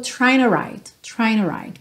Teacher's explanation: Aqui, trying to write, o G não é pronunciado. Na junção desse N do trying com o T do to, acabou que o T perdeu um pouquinho e ficou trying to write.